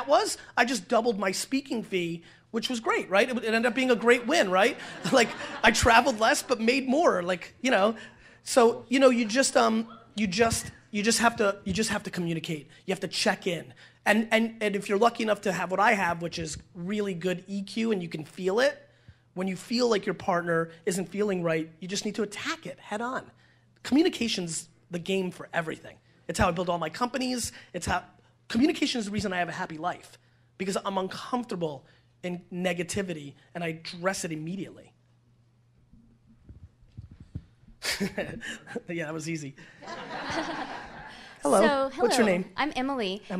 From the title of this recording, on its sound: A keynote: Life on Fire Conference